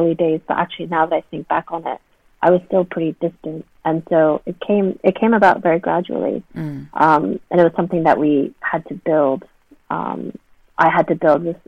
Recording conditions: phone line